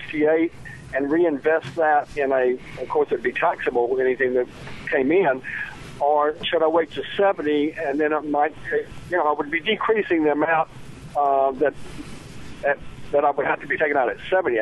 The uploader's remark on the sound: take listener phone calls